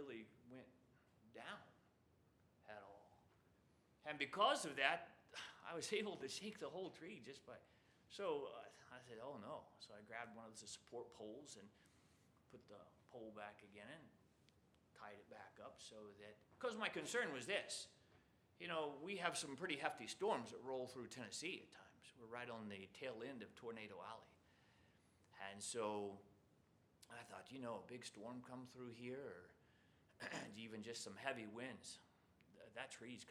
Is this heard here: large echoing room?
yes